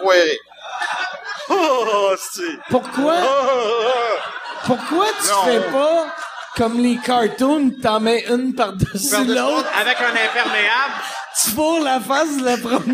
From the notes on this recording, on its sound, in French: Enregistré devant le public de Québec au ComédieHa!